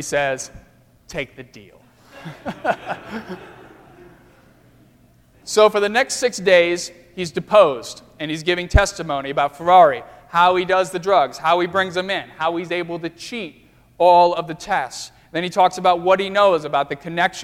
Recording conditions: large echoing room